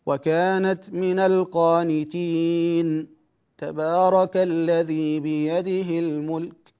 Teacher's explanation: سكت على النون في القانتين من غير تنفس · Term: السكت